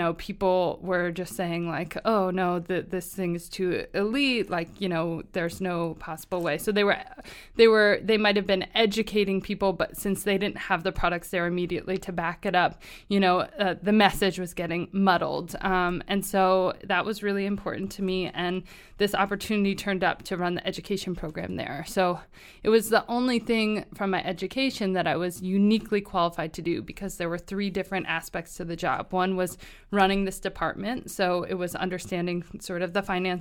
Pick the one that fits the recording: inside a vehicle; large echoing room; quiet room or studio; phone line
quiet room or studio